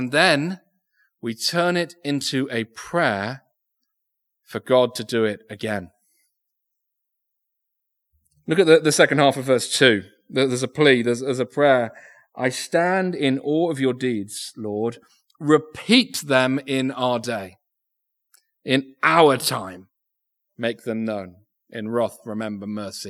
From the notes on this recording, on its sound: Recorded Live Sermon from Binscombe Church (BWS).